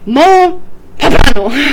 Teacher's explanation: mole poblano, pronounced with the emphasis on the second syllable like guacamole